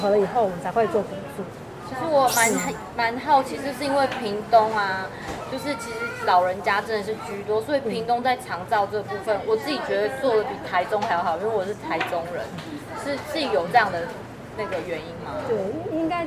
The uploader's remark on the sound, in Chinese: 跟著團隊來到711小琉球門市進行好鄰居健康教室的活動。當天有絡繹不絕的長輩加入我們的活動。連到訪小琉球的旅客都一起加入篩檢的行列。我們直接在711門市進行收音。